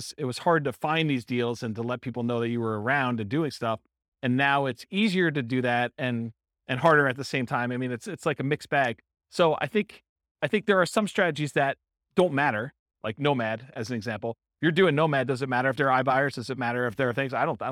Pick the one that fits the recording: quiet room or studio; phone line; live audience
live audience